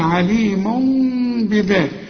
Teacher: ما أقفلش شفايف هنا، يبقى في انفراج في الشفايف بسيط جدا علشان أطلع نص ميم كده · Term: إقلاب